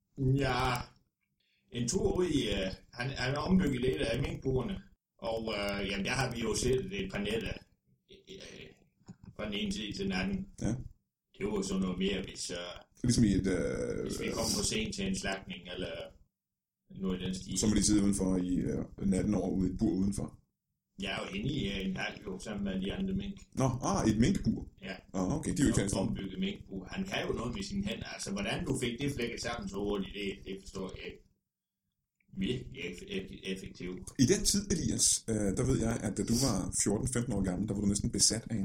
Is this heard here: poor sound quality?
yes